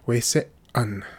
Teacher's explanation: Weise'an, there's that glottal stop there.